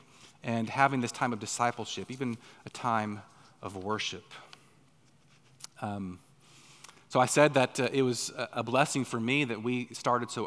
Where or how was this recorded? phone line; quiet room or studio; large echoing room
large echoing room